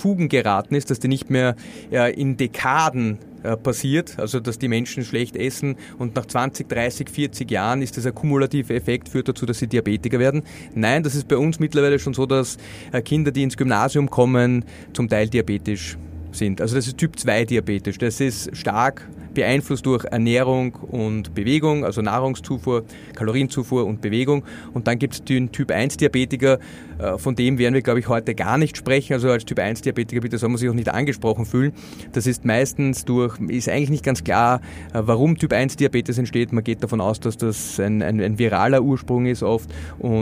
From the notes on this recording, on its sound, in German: In unserer Live Aufnahme am 4Gamechangers Festival